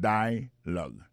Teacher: l'accent tonique là tombé sous le premier syllabe là